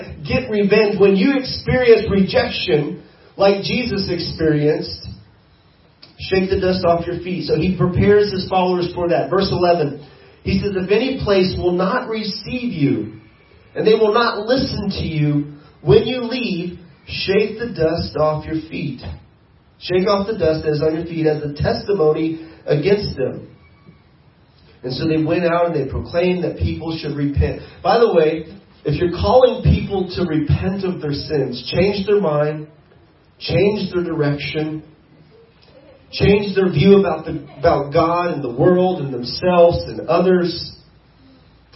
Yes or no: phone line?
no